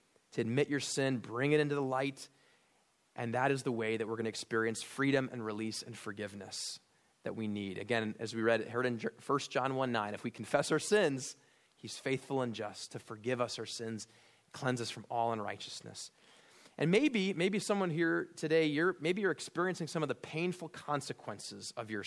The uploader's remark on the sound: at Immanuel Lutheran Church in Pasadena, CA